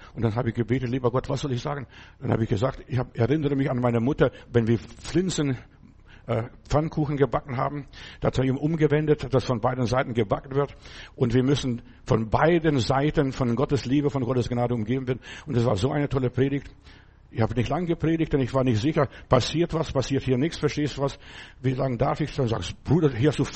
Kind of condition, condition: setting, large echoing room